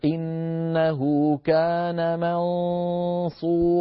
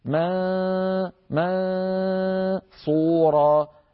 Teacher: سمعتم صوت ممزوج من صوتين، غنة من الأنف وصويت من الفم · Shown in: first take · Term: الغنة